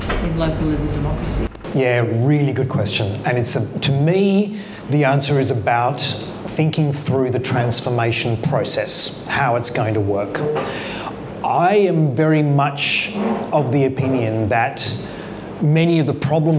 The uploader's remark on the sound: He was in conversation at the Taproom in Castlemaine. With an extended Q&A with the audience.